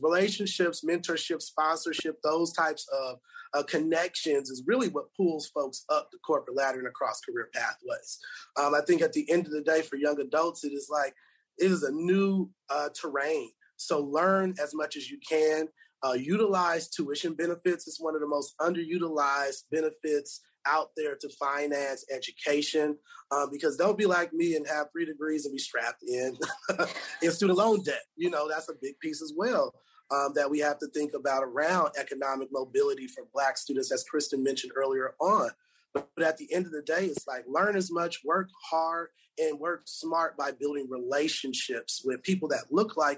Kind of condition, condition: link, video call